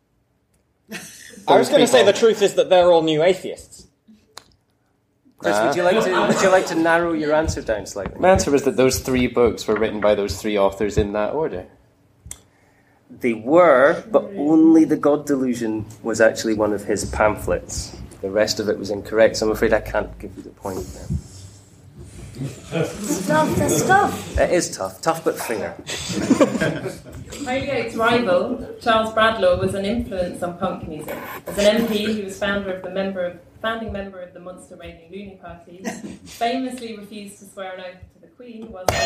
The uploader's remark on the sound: recorded at BASR 2016